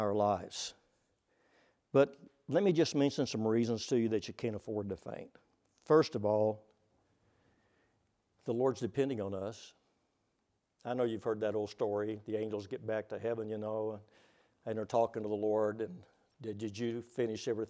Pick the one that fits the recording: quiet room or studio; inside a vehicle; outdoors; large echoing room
large echoing room